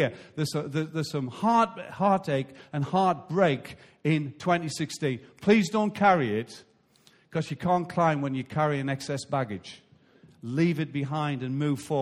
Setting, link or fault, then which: setting, large echoing room